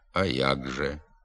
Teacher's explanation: Пишемо «а як же», а вимовляємо «а як же», тобто замість глухого «к» вимовляється дзвінкий «г»